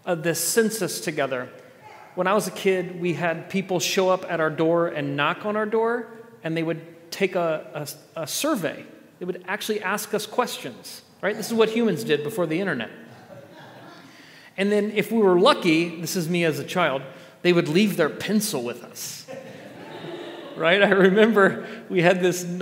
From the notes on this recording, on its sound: At The Table evening worship gathering. Christmas Eve.